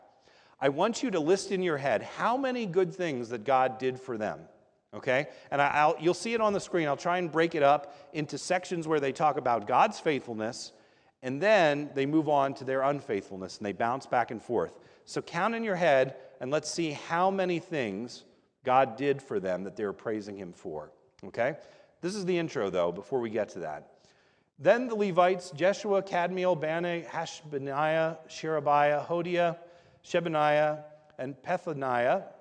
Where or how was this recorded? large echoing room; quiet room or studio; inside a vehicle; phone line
large echoing room